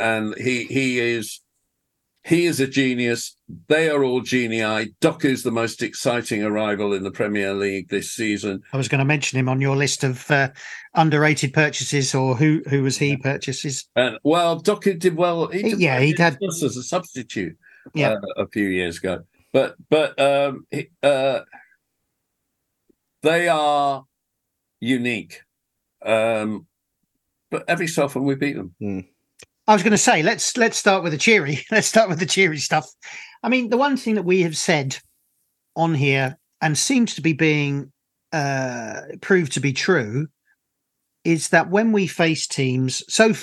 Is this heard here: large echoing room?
no